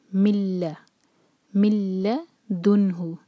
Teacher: میم کے بعد جو نون ہے من میں نون نہیں پڑھا جائے گا. ہم پڑھیں گے مل مل دن ہو، یہاں پر دال کے دمہ کے بعد جو نون ہے اس پر سکون، سکون کی پہچان ہے یہاں پر ہمیں اظہار کرنا ہے، اظہار مطلب نون کی آواز کو کلیئر پڑھنا ہے اور ہولڈ نہیں کرنا.